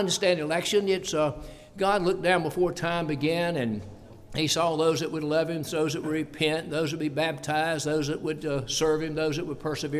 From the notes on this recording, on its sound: preached at the constitution service for Blooming Grove Primitive Baptist Church